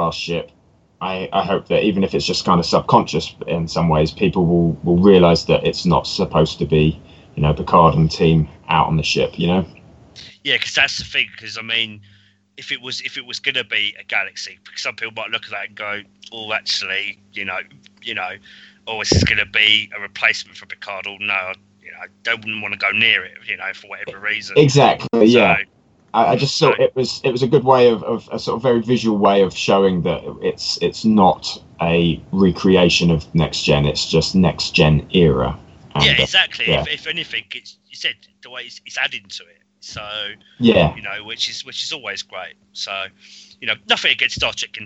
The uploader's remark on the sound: Please note we had some minor sound difficulties while recording this episode.